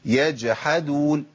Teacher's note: باين القلقله وباين انقطاع الصوت والنفس في الايه؟ في حرف الجيم.